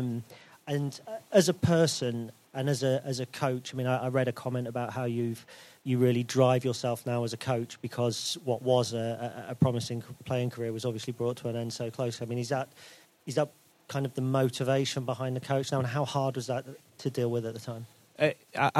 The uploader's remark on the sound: We were fortunate enough to be invited along to the boardroom at Sincil Bank (we're still calling it that) with a live audience, for a two-part special live podcast!